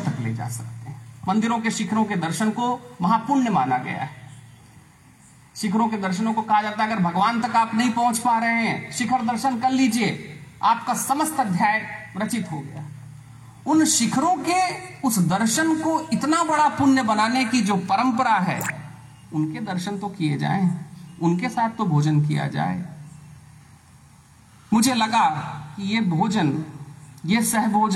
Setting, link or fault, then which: setting, outdoors